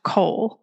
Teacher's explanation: deciding that cold and whole do not end in the same sound may be difficult if cold is usually pronounced coal